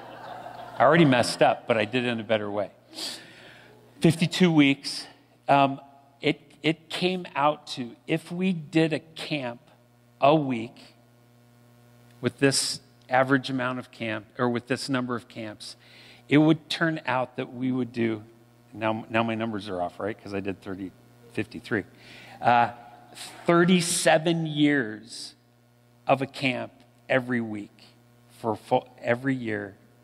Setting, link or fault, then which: setting, large echoing room